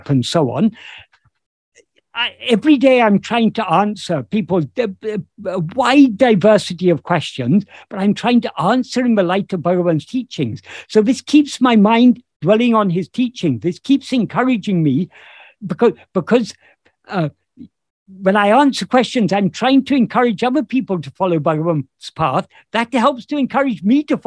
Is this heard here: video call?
yes